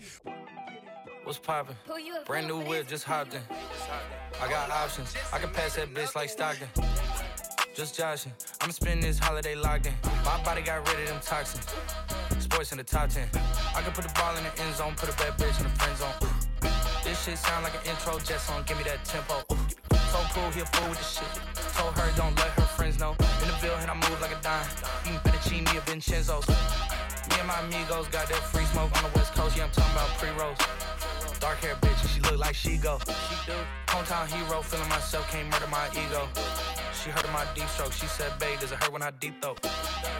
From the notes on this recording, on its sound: LIVE SET FROM SUMMA LUMMA FEST MIXED ON RANE 12'S & PIONEER S11.